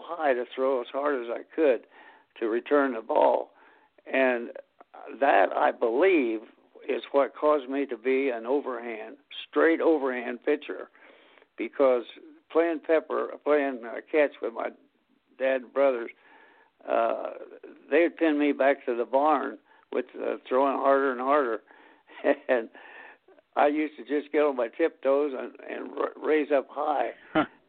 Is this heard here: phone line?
yes